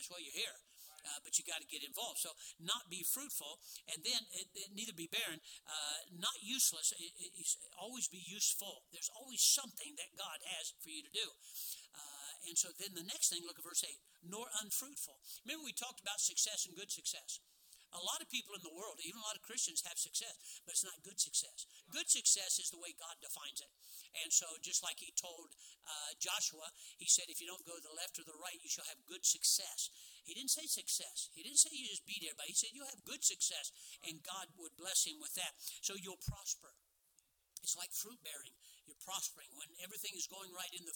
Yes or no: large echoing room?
yes